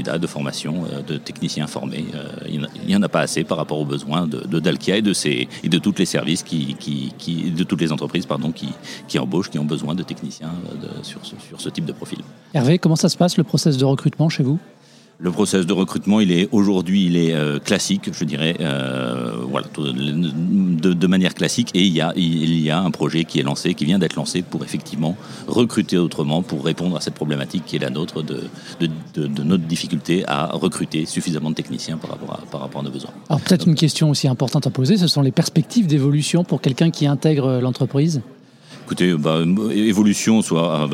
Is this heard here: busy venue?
yes